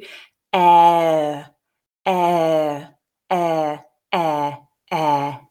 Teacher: And now doing it without switching off the voice between the two, without that stop in the throat between the two